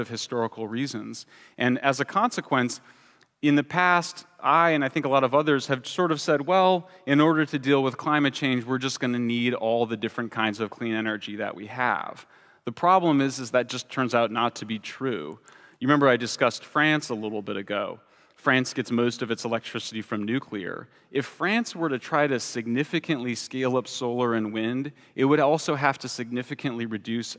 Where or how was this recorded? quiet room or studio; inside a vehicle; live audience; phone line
live audience